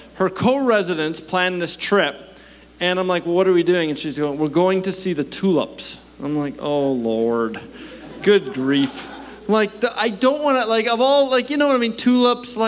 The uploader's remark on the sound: At our Edmonton Gathering in May, 2023 at Known Victory Church